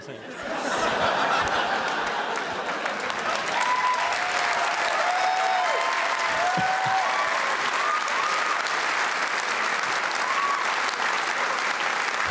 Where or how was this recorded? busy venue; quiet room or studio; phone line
busy venue